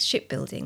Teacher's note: in the centre of the word is P followed by B, which means you've got the kind of force of air that you would have with a percussive P or an a pulsive P is kind of held back, and